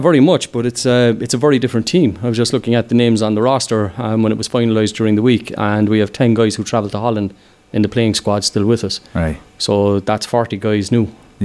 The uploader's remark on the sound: We were live from Navan rugby club for the International match between the Irish Wolfhounds vs Belgian Barbarians. Interviews with Players, coaches and fans from both sides.